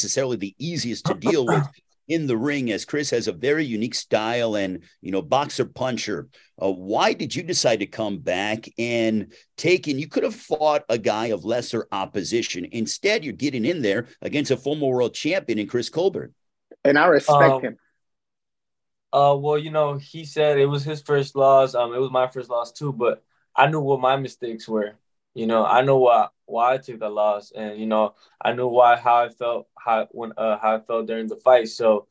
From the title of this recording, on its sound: VIRTUAL PRESS CONFERENCE